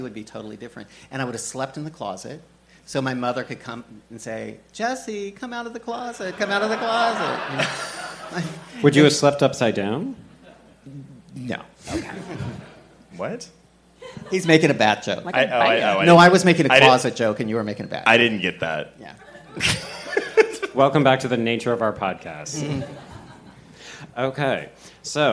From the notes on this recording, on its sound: There's a catch: it's LIVE! As part of Fantastic Fest's queer horror sidebar.